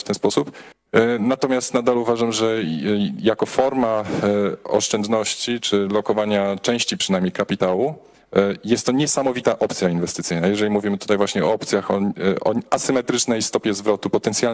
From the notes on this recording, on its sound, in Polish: Panel, który odbył się podczas Weekendu Kapitalizmu 2019 pod patronatem GPW i Instytutu Misesa